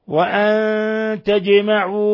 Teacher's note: ولا يخفى قلقلة الجيم لسكونها لأنها من حروف قطب جد